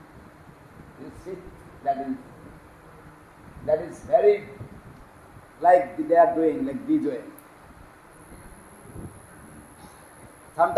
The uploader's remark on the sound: a lecture given on 6 September 2010 in Sri Chaitanya Saraswat Math Nabadwip